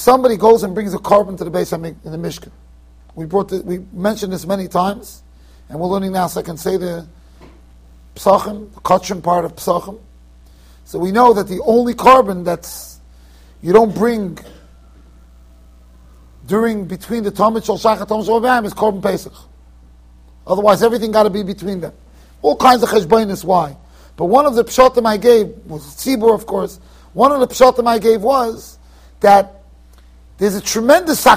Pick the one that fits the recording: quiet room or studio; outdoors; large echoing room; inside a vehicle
large echoing room